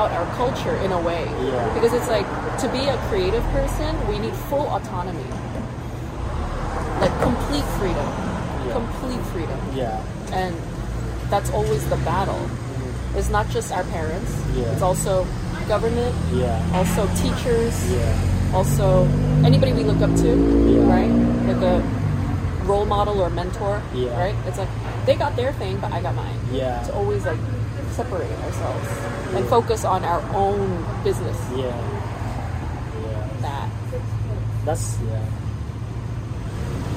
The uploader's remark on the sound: They chat outside a coffee house in Long Beach.